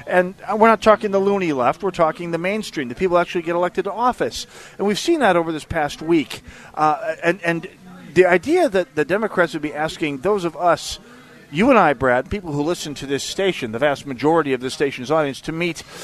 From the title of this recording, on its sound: Holes For Heroes Live on Medicine Lake